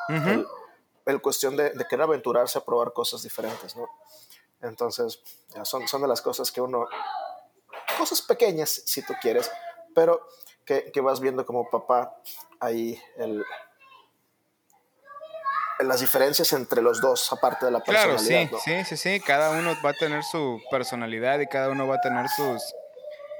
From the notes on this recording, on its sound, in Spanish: El episodio es un fragmento de la vida real, no te sorprendas de los ruidos de fondo, o la falta de ellos!